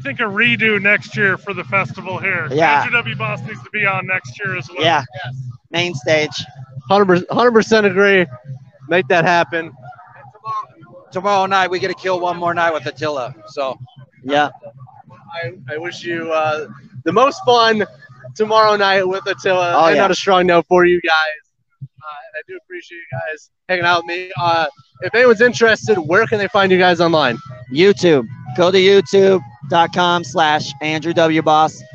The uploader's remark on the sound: This interview was filmed live on location at Michigan Metal Fest in Battle Creek, Michigan on August 13th, 2022. Special thanks to Michigan Metal Fest for allowing us to film this episode and for being so accommodating while at the festival.